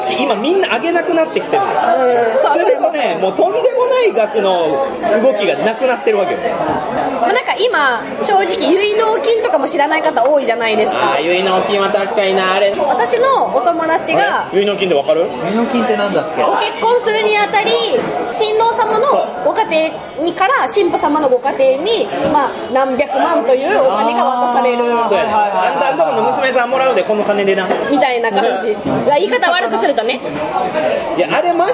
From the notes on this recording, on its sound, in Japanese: 店内収録のため、騒音雑音が激しく入っております。